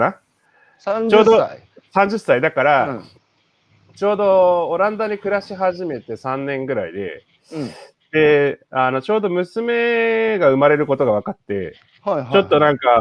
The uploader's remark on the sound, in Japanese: 歩きながら1時間、対談する